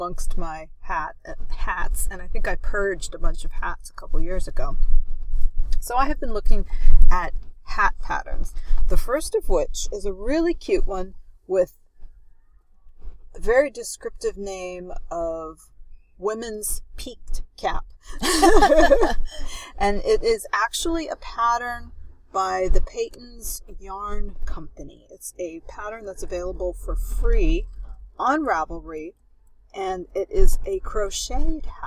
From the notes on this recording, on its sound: On location recording from the beach in Santa Cruz!